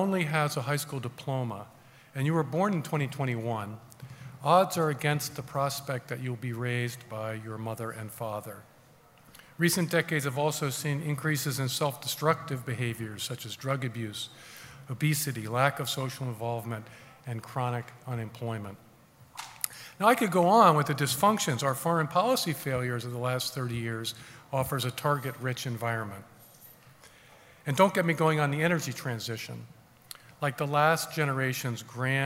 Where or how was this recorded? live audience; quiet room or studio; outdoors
live audience